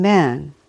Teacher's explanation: The American flat A is a soft double sound as in man, wherein the second sound is almost inaudible. It sounds sweeter than the same word spoken with an open English accent.